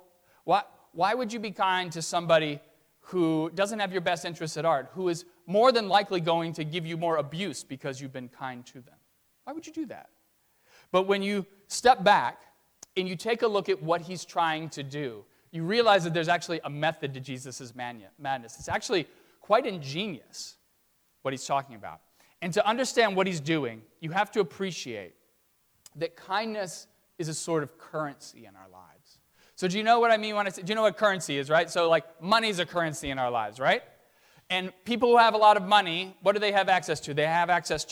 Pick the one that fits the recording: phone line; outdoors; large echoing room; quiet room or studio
large echoing room